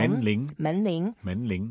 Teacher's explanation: So men ling, both are second tone.